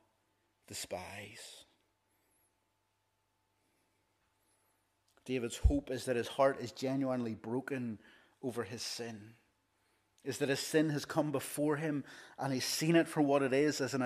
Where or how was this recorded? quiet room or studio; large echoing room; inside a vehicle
large echoing room